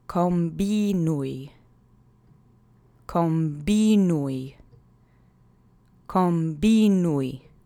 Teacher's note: The accent is on the middle syllable.